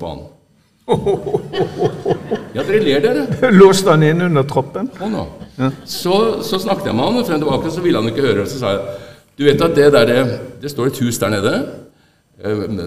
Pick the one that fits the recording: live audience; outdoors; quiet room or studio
live audience